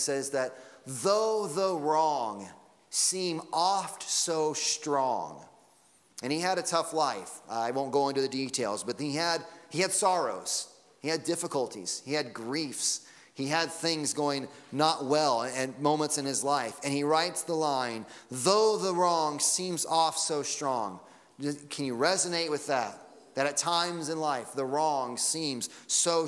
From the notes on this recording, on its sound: Sunday Morning Sermon Audio